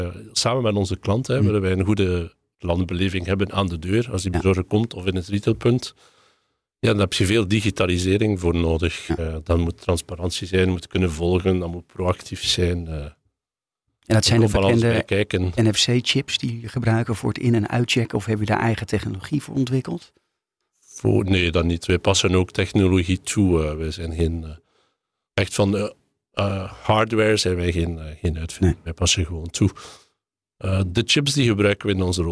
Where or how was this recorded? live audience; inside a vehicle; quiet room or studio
quiet room or studio